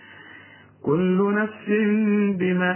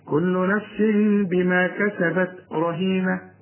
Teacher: كسرة ورسم لي بدلها ميم، بيقول لي هنا تنوين تنوين نفس، وبعد التنوين باء يحصل إقلاب للتنوين، نقلبه لميم ونخفيه ونغنه، كل نفس بما، ما تقفلش شفايفك هنا، كل نفس بما